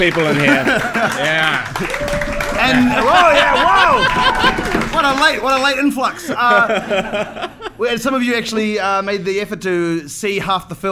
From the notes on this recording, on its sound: Our first live episode!